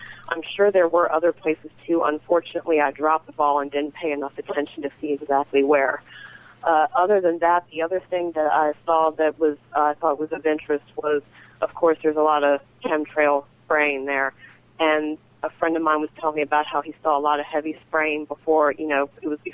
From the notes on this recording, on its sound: take a few phone calls from some of our new listeners